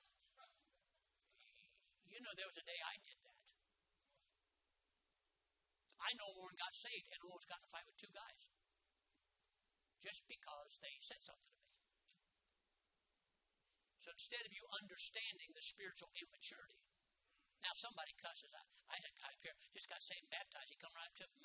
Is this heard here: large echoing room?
yes